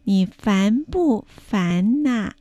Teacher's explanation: 不の発音は bu 無気音4声です